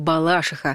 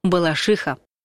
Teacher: отстаивают ударение на предпоследнем слоге · Shown in: second take